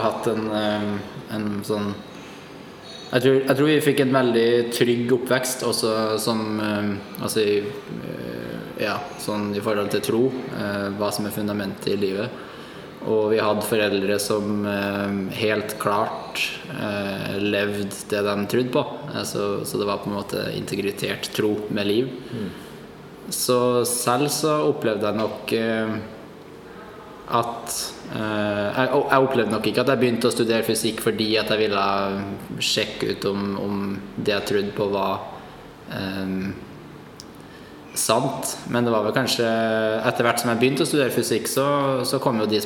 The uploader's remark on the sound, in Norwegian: På en konferanse for kristne akademikere i Barcelona. Beklager noe lavere lydkvalitet i et offentlig lokale.